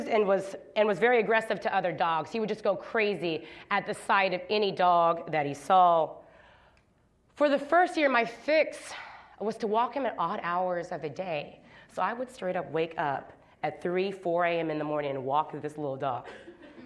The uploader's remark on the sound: at Kane Hall on October 12, 2016